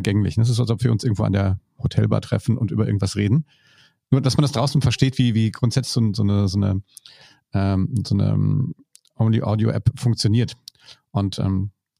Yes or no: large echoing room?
no